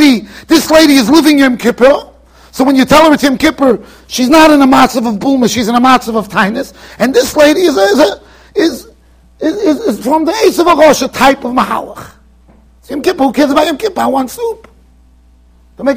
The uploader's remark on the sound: Shiur recorded in Yeshivas Ohr Reuven, Monsey NY.